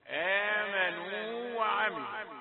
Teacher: آمنوا وعملوا، بعد المد حركتين تأتي الواو الثانية المفتوحة